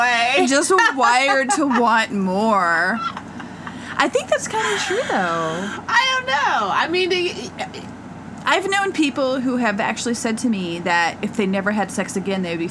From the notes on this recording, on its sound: Our ninth episode sounds like the mothership is landing but that's just the AC we forgot to turn off